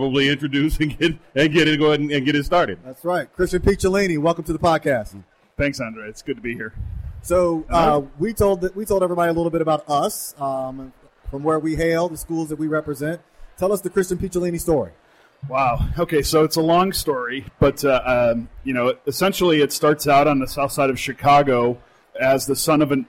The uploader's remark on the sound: While on location in Nashville at NAIS' People of Color Conference